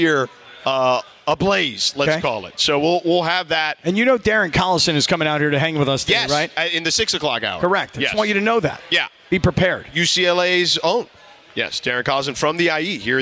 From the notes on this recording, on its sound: We are LIVE from Yaamava Resort & Casino